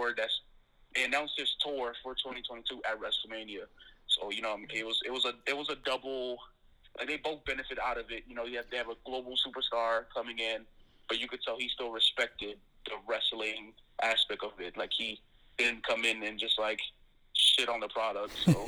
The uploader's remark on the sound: we phone in with The kPodcast alumni